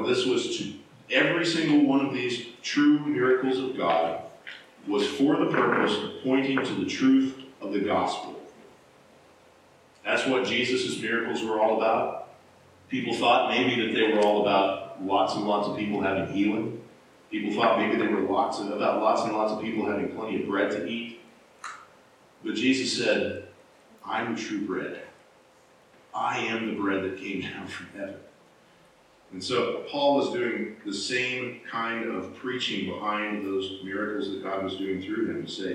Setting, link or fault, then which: fault, poor sound quality